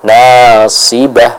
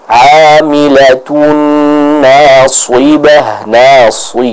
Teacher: Di antara sifat yang paling dominan yang berkaitan dengan ketebalan huruf ini yaitu adalah sifat isti'la dan juga sifat itbaq yang keduanya dimiliki oleh huruf shad. Sehingga huruf shad meskipun dia kasrah akan tetap terasa dengan tebal. · Shown in: second take · Namun kekuatan ketebalannya tentunya berbeda dengan apabila huruf shadnya fathah atau dhammah.